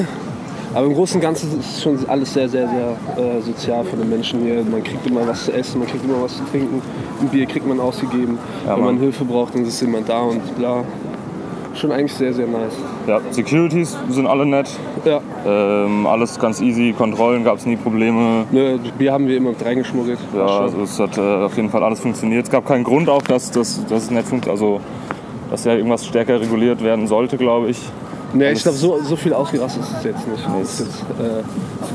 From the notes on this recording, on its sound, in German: MS Dockville 2019. All das natürlich direkt vom Festivalgelände.